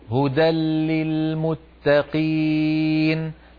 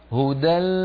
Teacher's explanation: فنخرج لاما من الفم وغنة من الخيشوم في آن واحد · Shown in: second take · كما نفعل في الواو والياء.